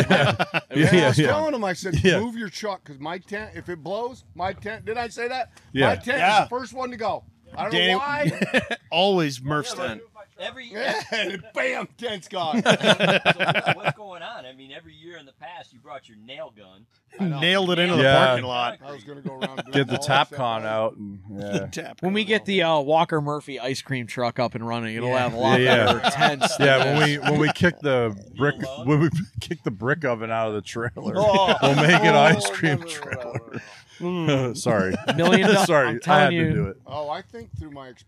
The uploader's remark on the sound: The crew recorded and live streamed from The Lot at the Old Fat Bald Guys Summer Ice Hockey Tournament and charity event to benefit Platoon 22.